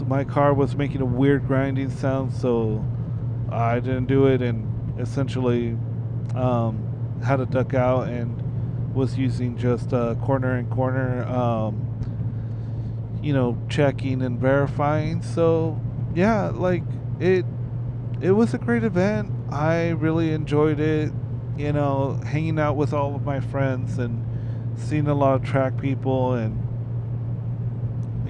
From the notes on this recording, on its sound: On my drive back from the Laguna Seca festival, I shoved a mic on my harness and was able to make a podcast. Sorry about the ambient noise.